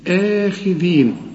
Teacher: مدام الهمزة بعدها ألف زي دي لازم تمد الهمزة دي حركتين تقول آخذين